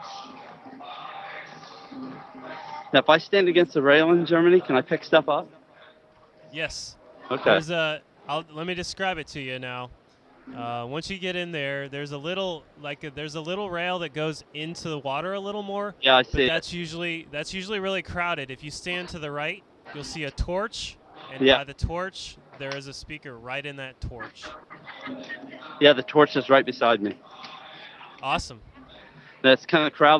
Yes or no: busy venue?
yes